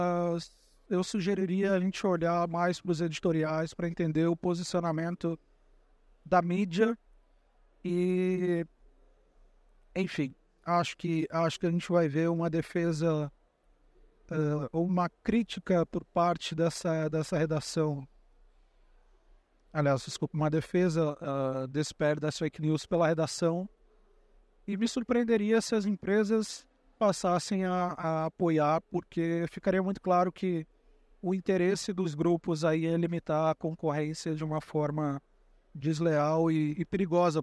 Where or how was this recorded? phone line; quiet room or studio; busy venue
busy venue